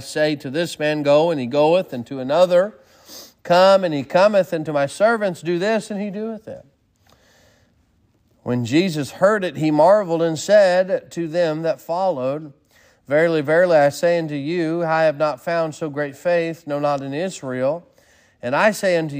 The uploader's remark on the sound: Sermon preached at Mid County Baptist Church